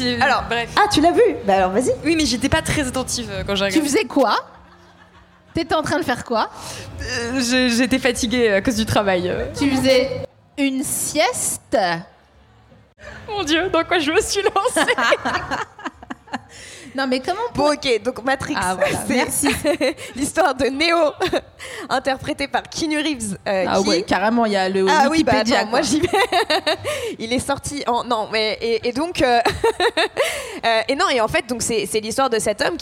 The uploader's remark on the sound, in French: Devant un public de pantins énergiques. Au festival We Love Green (Bois de Vincennes).